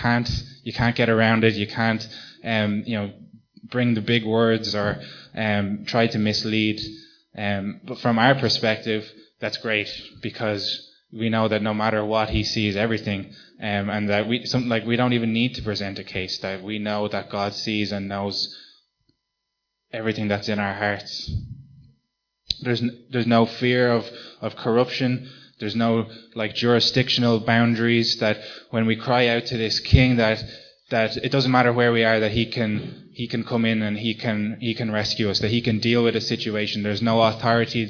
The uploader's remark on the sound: Recorded live at Liberty Church on 24th March 2019.